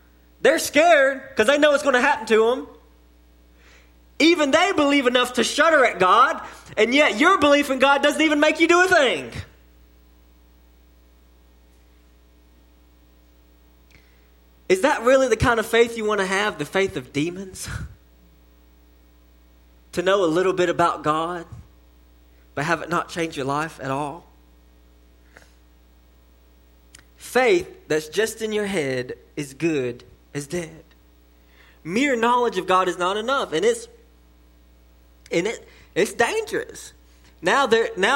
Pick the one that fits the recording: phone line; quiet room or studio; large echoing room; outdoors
large echoing room